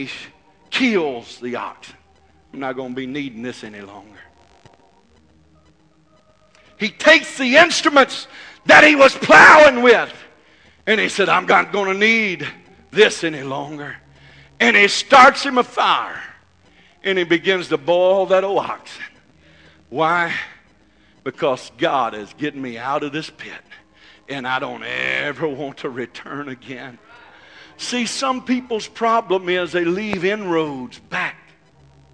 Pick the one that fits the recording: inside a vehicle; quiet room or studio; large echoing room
large echoing room